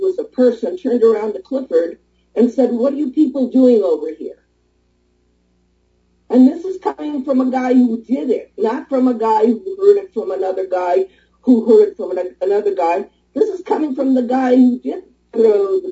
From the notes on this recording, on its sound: In a show fraught with odd technical glitches